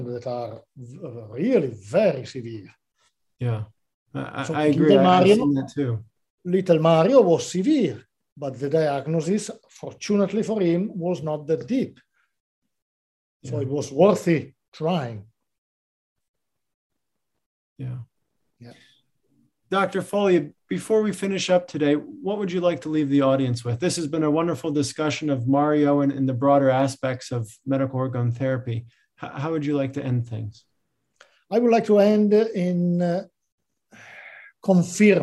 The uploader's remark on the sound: This episode features audio from one of our webinar presentations.